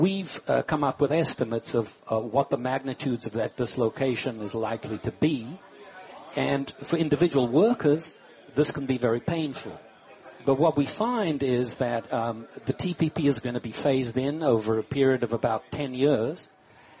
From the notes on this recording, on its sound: Live from Smith & Wollensky in Boston.